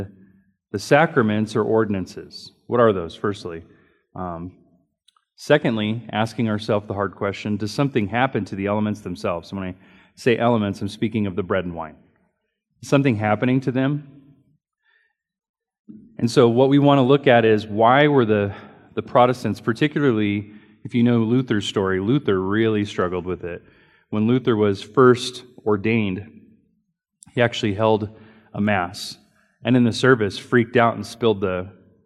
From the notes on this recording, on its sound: Recorded during Sunday School